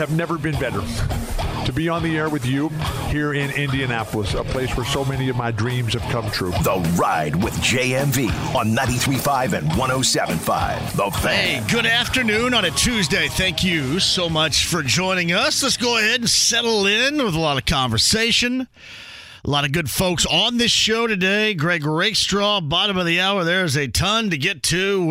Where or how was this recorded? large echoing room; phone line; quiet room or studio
phone line